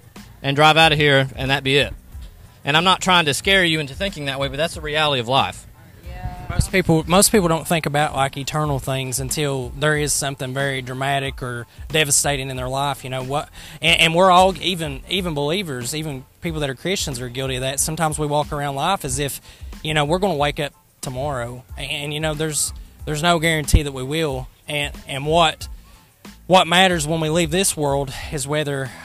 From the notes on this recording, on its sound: share the gospel at the local Autumn Festival, in Paintsville Kentucky